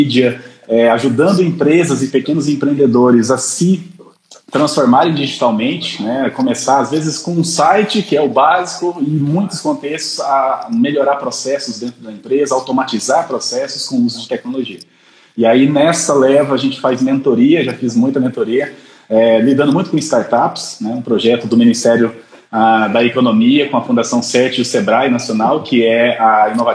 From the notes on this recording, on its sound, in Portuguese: A Live aconteceu no dia 02/06/2020 via Instagram